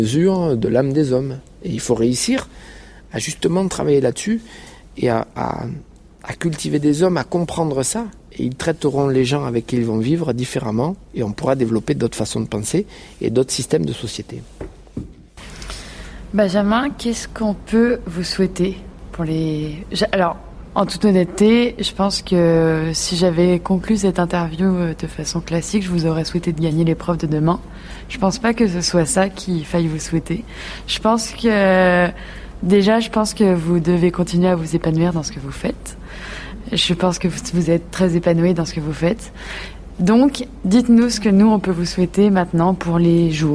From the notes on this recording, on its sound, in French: Nous espérons que ce format très, très immersif, vous plaira. Nous avons enregistré un soir à Bordeaux, pendant le jumping international. Nous avons terminé l’enregistrement après minuit.